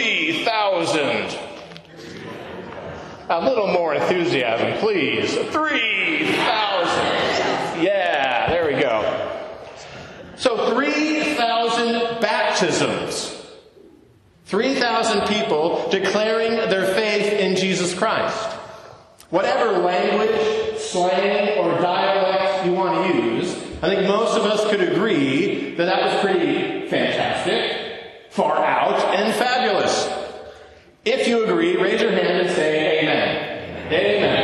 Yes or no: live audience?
yes